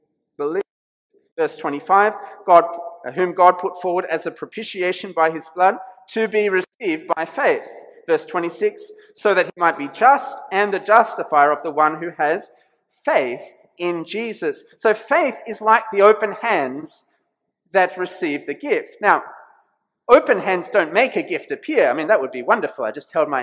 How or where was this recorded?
large echoing room